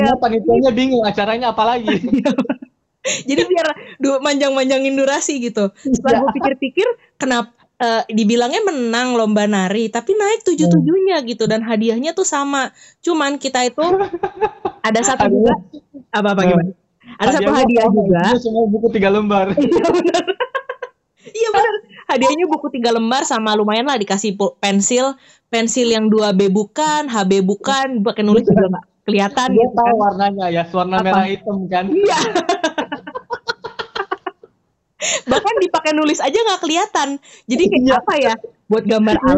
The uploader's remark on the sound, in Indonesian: podcast kali ini direkam secara virtual loh